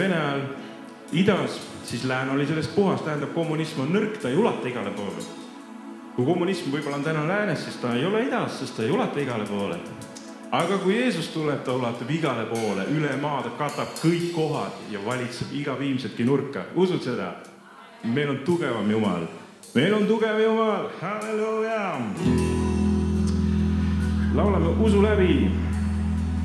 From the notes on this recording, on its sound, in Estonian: Audio salvestus koosolekult